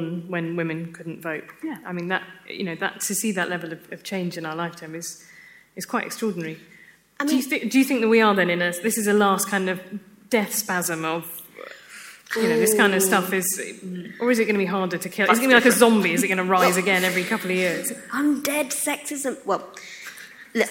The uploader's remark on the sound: The full audio from the New Statesman's sell-out event. At Conway Hall.